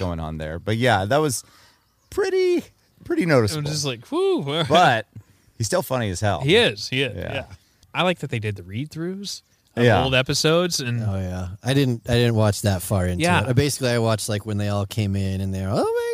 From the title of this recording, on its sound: Don't Record Outside On A Weekend